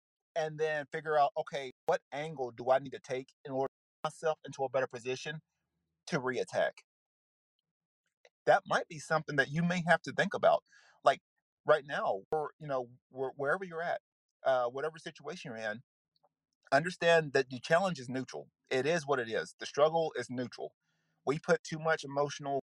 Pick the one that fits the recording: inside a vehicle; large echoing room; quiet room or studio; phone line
inside a vehicle